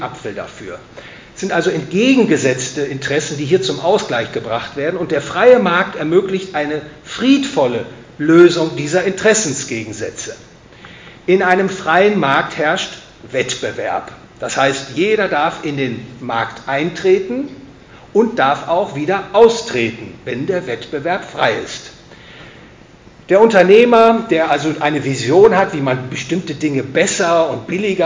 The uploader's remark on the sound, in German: Gehalten auf dem Vortragsabend des Hayek-Clubs Oldenburg.